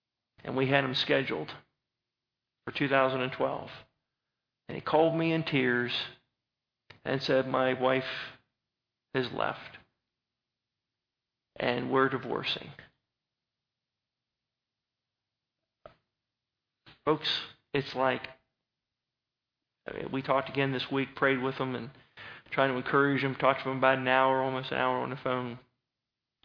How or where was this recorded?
large echoing room